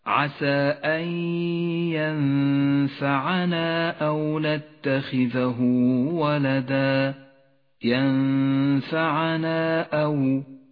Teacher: المد المنفصل مد جائز، اخترنا قصر مده على حركتين